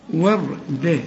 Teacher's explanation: الراء ما دام ساكنه وقبلها مفتوح فبنفخمها